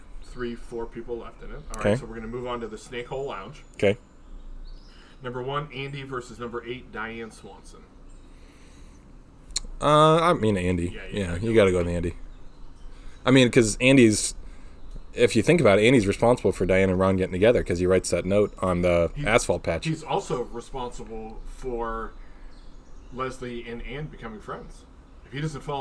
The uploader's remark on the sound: Record in their new, al fresco studio. Listen closely for the sounds of Mother Nature, emergency sirens.